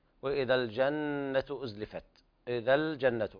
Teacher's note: اللام لام قمرية وليس فيها غنة